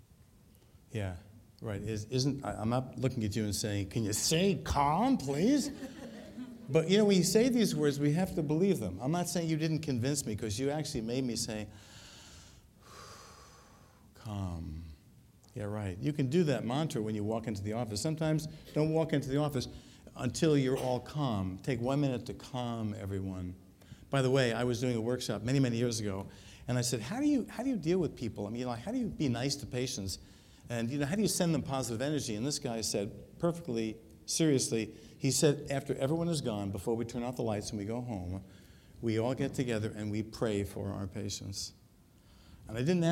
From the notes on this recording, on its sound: Recorded at the 2013 Summer SDPA Conference in St.